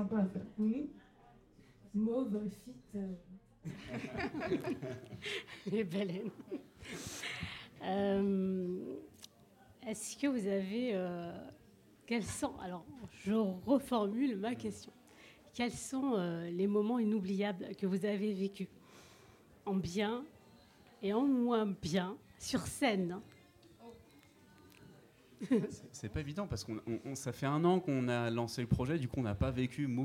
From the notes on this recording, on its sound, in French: Épisode tourné en public à la Corniche, bar de vie et scène ouverte sur Lyon Croix Rousse.